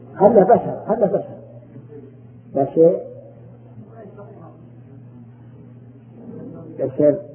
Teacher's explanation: حركة إمالة حركة بحيث تكون الفتحة بين الفتحة والكسرة